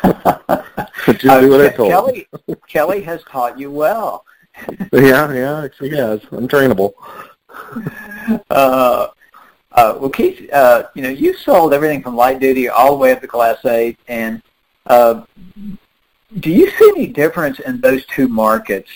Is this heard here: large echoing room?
no